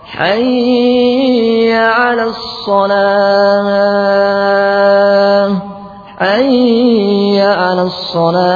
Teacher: Berikutnya membuat dengung pada ya